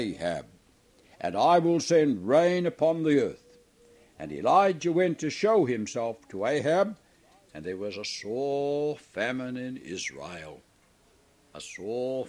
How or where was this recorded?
large echoing room